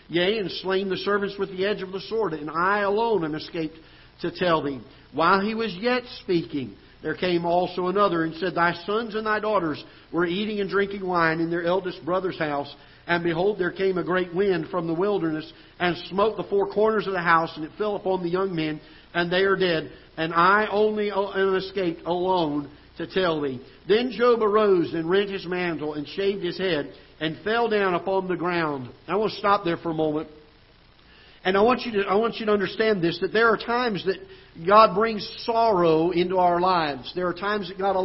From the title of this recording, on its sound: Ketha Heights Baptist Church ~ Live Broadcast